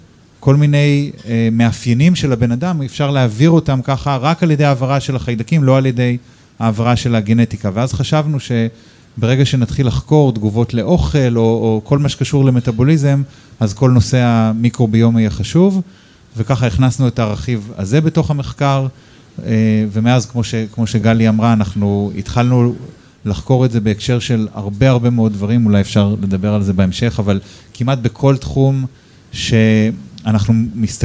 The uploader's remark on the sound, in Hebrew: פרק בונוס לייב. הפרק הוקלט מול קהל חי בבר בתל אביב.